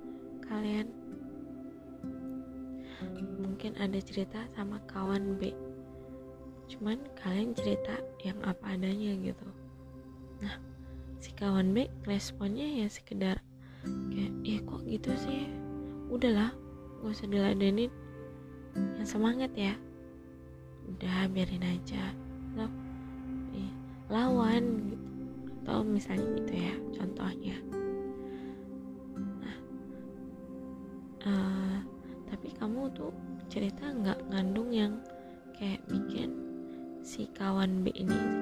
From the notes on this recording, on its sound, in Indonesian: maaf kalau di audio ini ada suara *nging*nya.